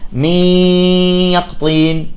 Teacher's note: بعض الناس يستمر بالغنة حتى ينطق الياء بكاملها الغنة، بيقول لك ميقطين.